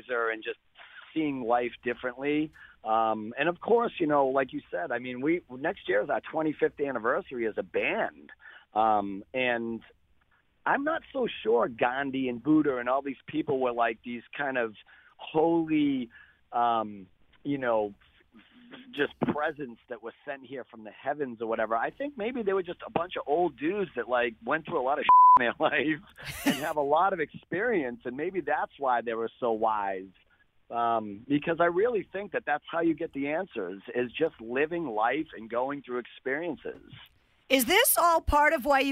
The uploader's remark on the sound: He called in today